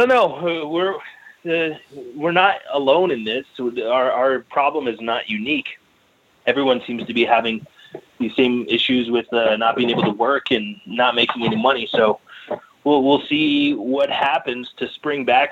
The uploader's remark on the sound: called